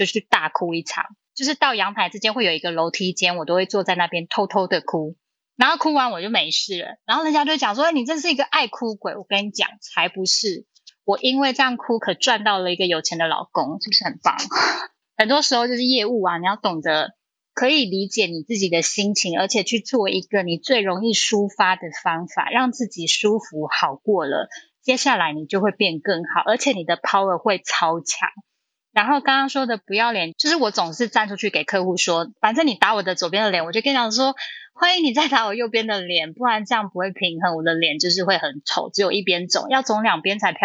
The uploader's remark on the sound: Live on Clubhouse